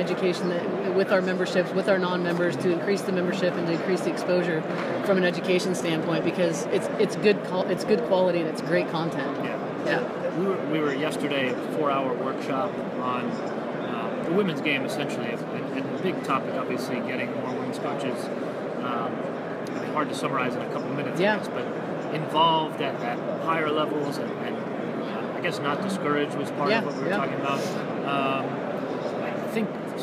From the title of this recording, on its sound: Live from the 2019 USC Convention